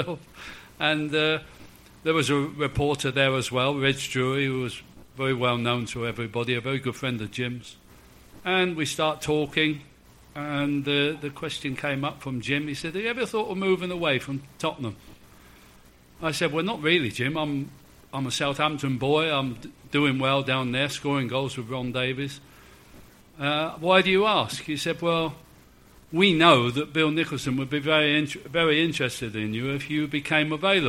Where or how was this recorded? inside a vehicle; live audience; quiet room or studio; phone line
live audience